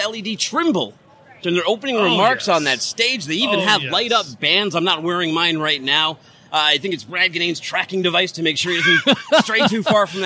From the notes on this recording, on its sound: LIVE from in.site in Houston. Coming LIVE to you from In.Sight2019.